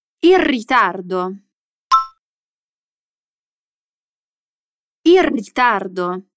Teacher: Voglio farti notare che il suono della L in il cambia un po' quando parliamo velocemente, perché la parola che viene dopo inizia con la R ed è come se questa R raddoppiasse. Il ritardo invece di il ritardo.